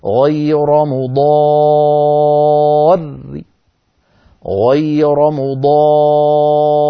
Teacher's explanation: إن وقفنا بالروم وهو بعض الحركة نرقق الراء، لأننا سنقف على رأين ثانيتهما مكسورة بصوت منخفض، هكذا غير